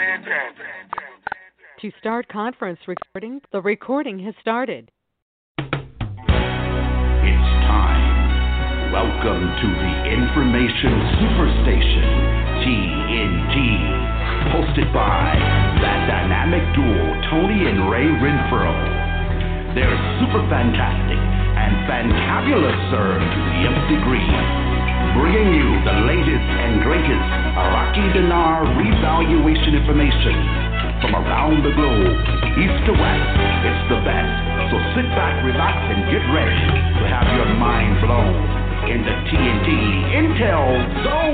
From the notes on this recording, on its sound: TNTSuperfantastic Conference Call.